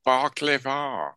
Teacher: baklava is pronounced bark-le-va, accents on first and third syllables